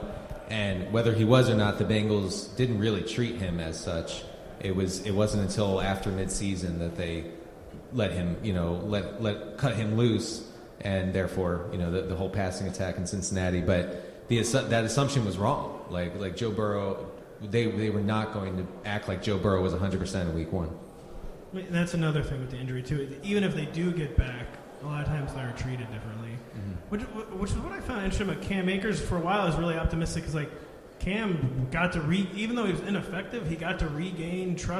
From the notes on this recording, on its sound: Live Audience Q&A. Appear live from the Fantasy Football Expo in Canton, Ohio. They take audience questions.